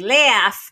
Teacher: you tense the a vowel before so-called fricatives, which are sounds like s or f. So it'd be laugh, but cat.